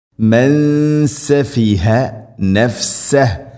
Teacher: സാക്കിന നൂന് ശേഷം സീന് ഇഖ്ഫ ബിഗുന്ന അവ്യക്തമാക്കി മണിക്കണം. മൻ സഫിഹ നഫ്സഹ, ഇവിടെ നിർത്തുമ്പോൾ നഫ്സഹു എന്നല്ല നഫ്സഹ, നഫ്സഹ.